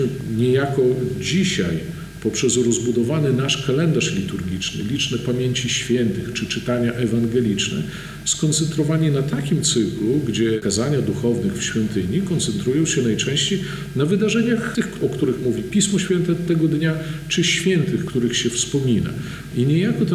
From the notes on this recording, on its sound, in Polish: Nagranie pochodzi ze spotkania, które odbyło się 10 listopada 2021 roku w Monasterze Zwiastowania Najświętszej Bogurodzicy w Supraślu w ramach cyklu “Supraskie Środy”.